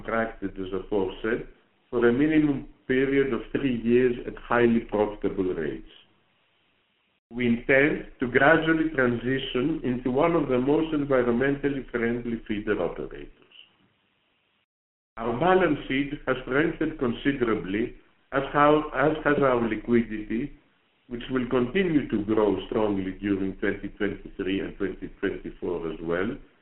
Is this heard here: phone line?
yes